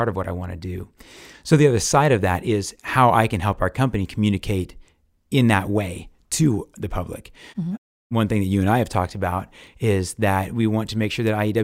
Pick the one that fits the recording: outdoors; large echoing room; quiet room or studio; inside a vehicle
quiet room or studio